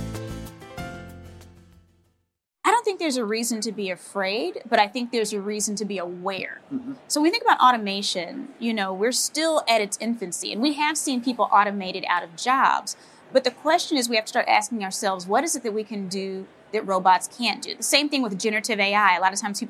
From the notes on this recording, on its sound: We are coming to you this week from the Indiana Convention Center in downtown Indianapolis for the Inaugural Rally Conference, an event billed as the largest global cross-sector innovation conference.